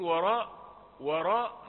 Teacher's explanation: انتبه إلى كلمة وراء وراء، الفم لابد أن يحدد، و حرف رقيق، راء حرف مفخم، لكن تقرب الحرفين إلى بعضهم